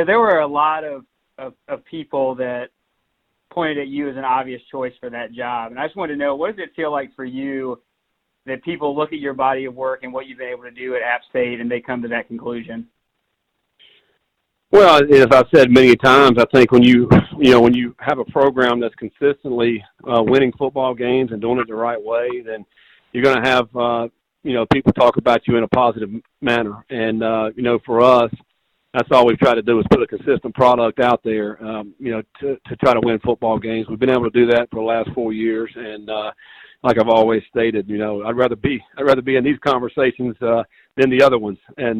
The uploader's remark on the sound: Sun Belt Championship Media Teleconference